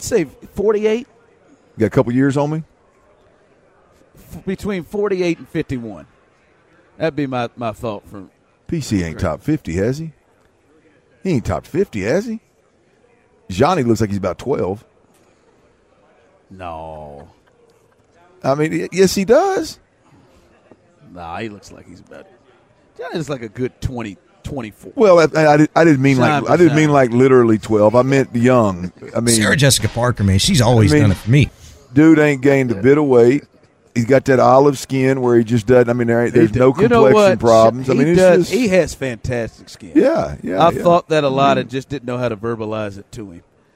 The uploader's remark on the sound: LIVE from Radio Row in Vegas